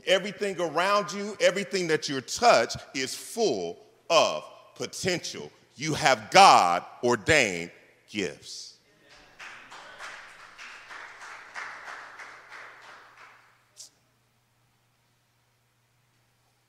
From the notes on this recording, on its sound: This message was delivered on February 11th 2024 at New City Fellowship West End in St. Louis, MO.